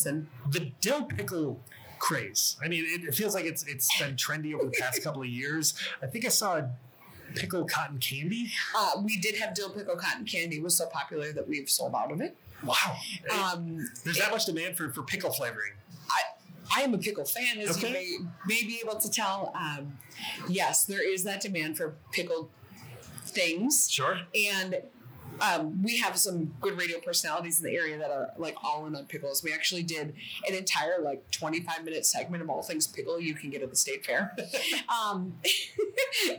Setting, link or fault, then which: fault, background noise